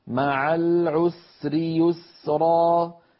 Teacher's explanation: السين في العسر والسين في اليسر كلاهما زمنه واحد وكلاهما زمنه أطول من زمن اللام في العسر لأن اللام بينية بينما السين رخوة.